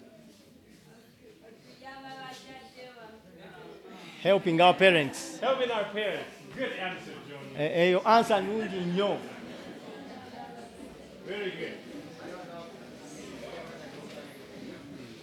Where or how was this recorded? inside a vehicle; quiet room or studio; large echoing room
large echoing room